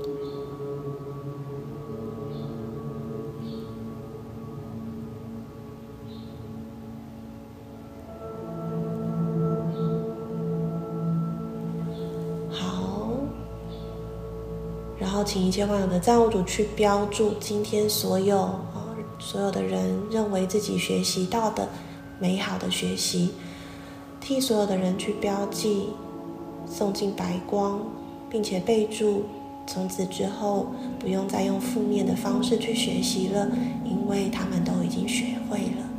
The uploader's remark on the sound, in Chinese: 早課結束後的冥想，用iphone錄的，音質跟之前的不太一樣。